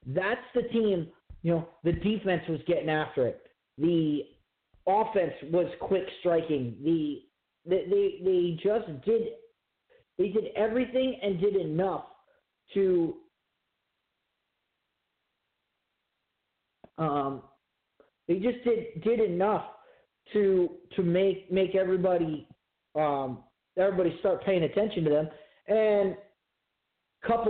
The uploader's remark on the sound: live phone calls